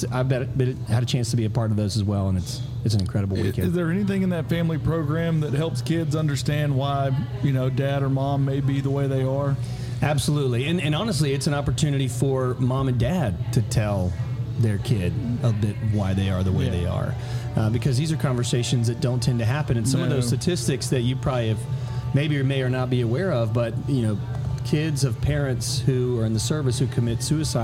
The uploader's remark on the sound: This episode that was taped at Line Creek Brewing Co. In Fayetteville, GA.